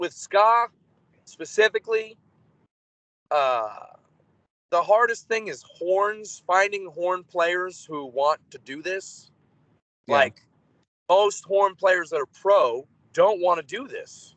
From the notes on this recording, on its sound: while he was driving back home with a friend